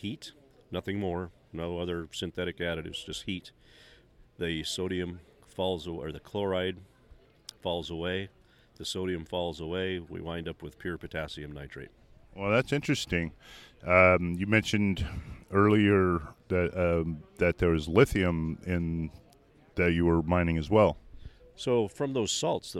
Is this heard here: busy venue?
yes